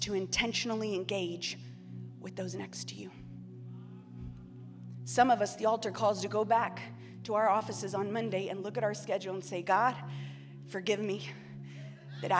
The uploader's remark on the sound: EQUIP Conference 2023 – Main Session 4